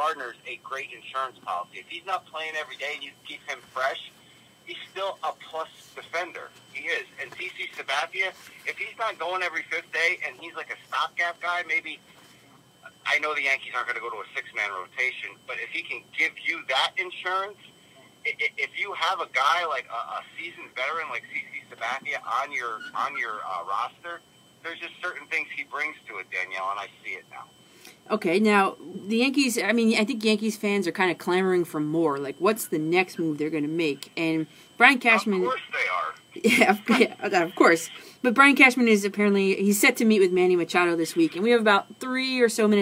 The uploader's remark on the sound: Video simulcast RIGHT NOW on Periscope. Live call-ins.